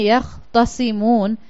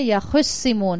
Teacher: اس تا کو بھی صاد میں کنورٹ کر کے ان دونوں کا ادغام کیا گیا ہے · Shown in: second take